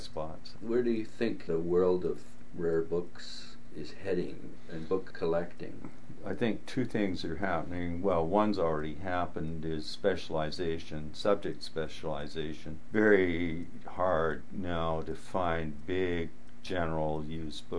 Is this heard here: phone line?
no